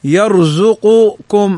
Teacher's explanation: يعني القاف تظهر مع الكاف · Term: إظهارا تاما